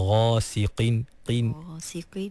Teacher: Qaf tu baris bawah. Jadi walaupun qaf tu baris bawah, dia duduk di martabat tafkhim yang paling rendah, tapi tak bermakna qaf tu menjadi nipis